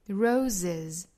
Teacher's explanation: 尾部仍然是读浊辅音 z